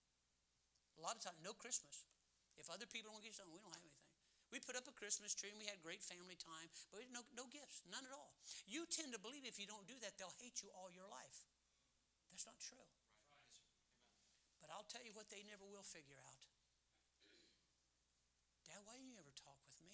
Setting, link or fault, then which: setting, large echoing room